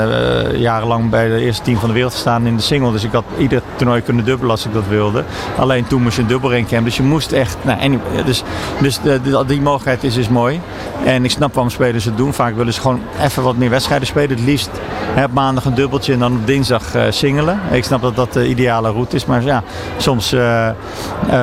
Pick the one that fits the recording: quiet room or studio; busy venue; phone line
busy venue